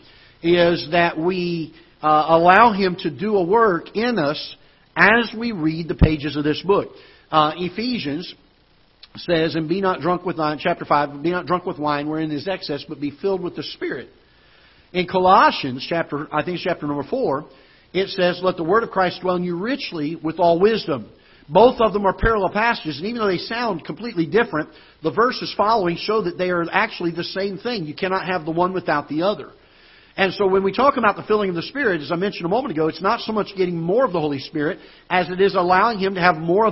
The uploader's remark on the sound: Ketha Heights Baptist Church ~ Live Broadcast